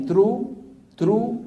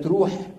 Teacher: عندنا في الشام بيقولوا الواحد للثاني ترو ترو بدل تروح، بيقولوا ترو، طب وين الحا؟ · Shown in: first take